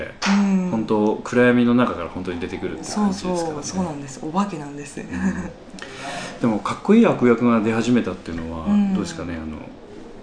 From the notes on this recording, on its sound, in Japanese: 客演の方々との飲み会時に収録させていただきました録音です。